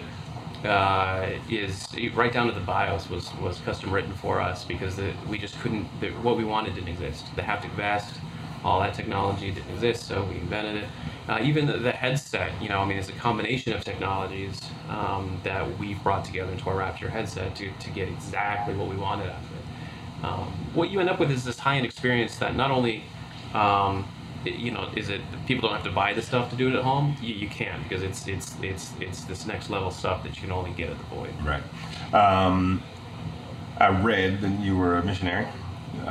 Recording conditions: busy venue